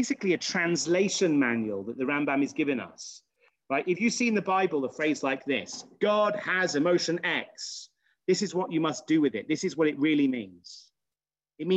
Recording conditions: video call